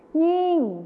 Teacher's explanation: จะเป็นยิ่งเสียงขึ้นจมูกนั่นเอง